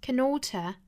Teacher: 这个 can,弱读成 can,和后面的 alter 是可以做连读的